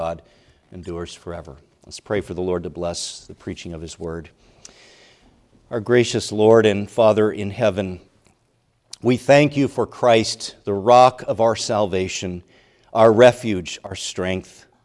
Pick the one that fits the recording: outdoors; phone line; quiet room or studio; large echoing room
large echoing room